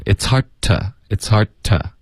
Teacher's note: it's hard 结尾呢应该有一个干脆的停顿